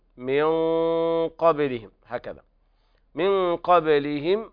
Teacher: إظهار شفهي لوقوع القاف بعد الميم السكن